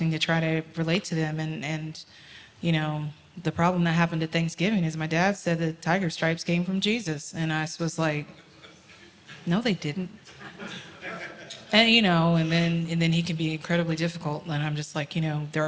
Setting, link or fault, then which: setting, live audience